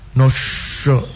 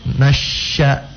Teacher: kapan bibir kita mengerucut apa memanyun, maka na kedengaran no · Shown in: first take